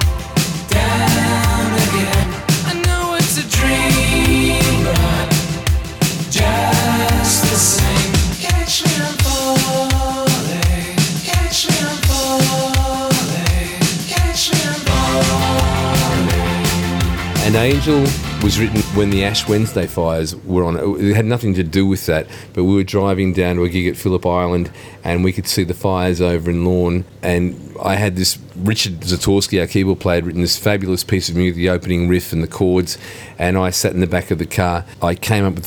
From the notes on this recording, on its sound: First in a series of interviews with the audience and artists recorded during the Totally 80s tour across Australia in July. You’ll also hear from perhaps the wildest show of the tour in Sydney, as I braved the over excited Totally 80s fans to find out how THEY enjoyed the Enmore Theatre show.